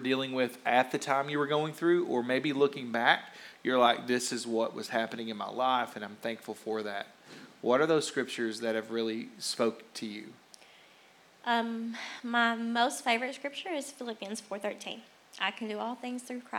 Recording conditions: large echoing room